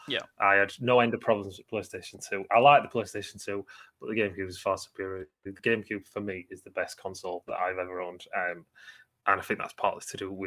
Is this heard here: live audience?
no